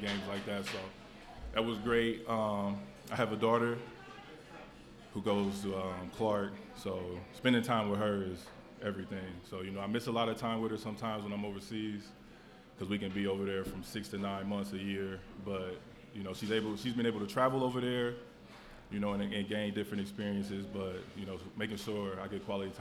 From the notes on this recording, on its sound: LIVE at Mio's